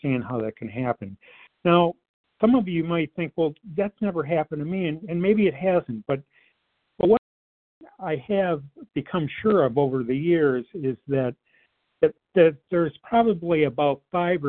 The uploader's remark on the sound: 100 Pounders Phone Meeting